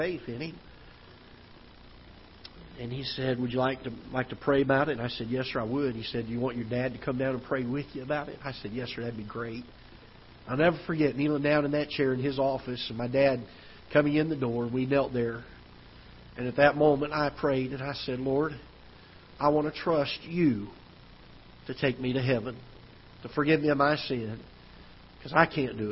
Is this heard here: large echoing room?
yes